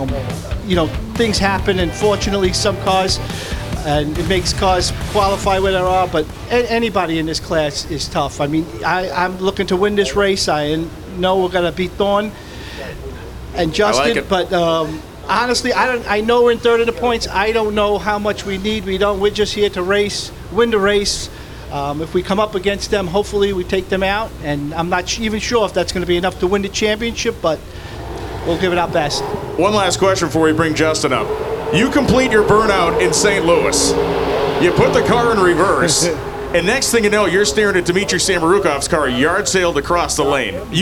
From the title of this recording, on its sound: LIVE at Vegas